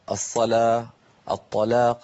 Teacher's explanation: روى اللامات كبقية القراء، الصلاة الطلاق عادي بلام مرققة